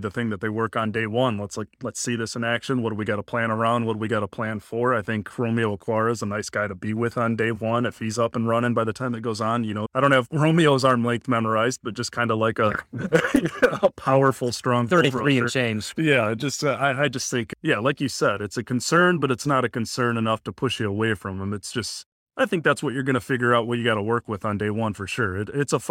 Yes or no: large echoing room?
no